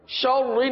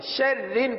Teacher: اب یہاں پر بھی بہت غلطی کی جاتی ہے، واضح غلطی اور عموماً کرتے ہیں، شاورین پڑھتے ہیں، شاورین را کو پر پڑھتے ہیں، را کو پر نہیں پڑھیں گے، را کو باریک پڑھیں گے · Shown in: second take